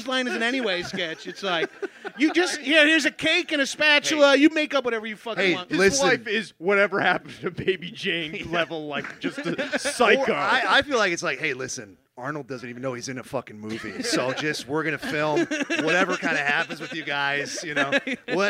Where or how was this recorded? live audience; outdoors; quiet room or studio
live audience